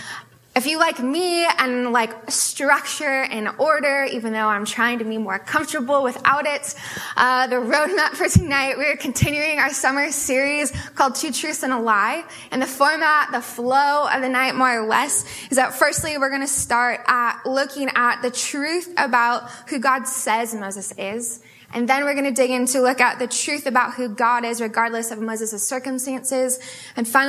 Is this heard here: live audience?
yes